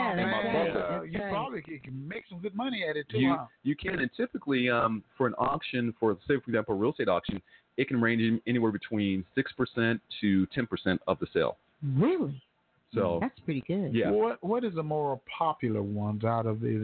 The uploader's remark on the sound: HBCU BBQ at BS Roberts park across from Langston Univ.